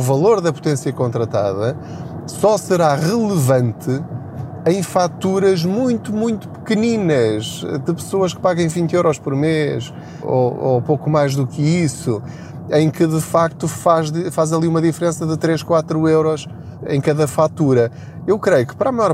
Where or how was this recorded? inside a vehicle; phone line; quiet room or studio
inside a vehicle